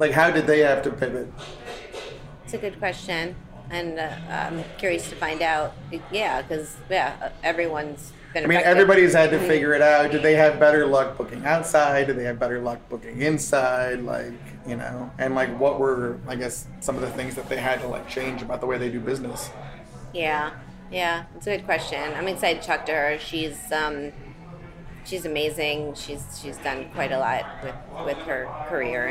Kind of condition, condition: setting, busy venue